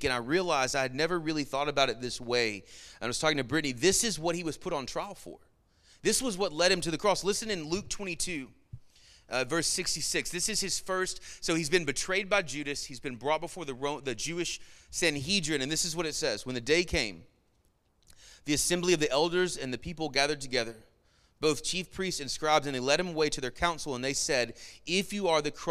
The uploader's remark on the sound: Sermon Audio from our Worship service